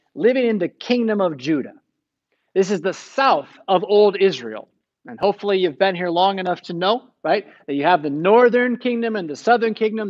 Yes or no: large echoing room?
yes